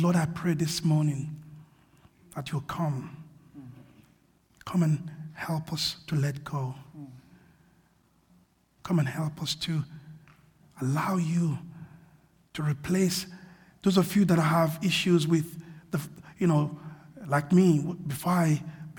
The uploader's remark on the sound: This sermon was recorded on Sunday 4th June 2023 at our Great Denham venue.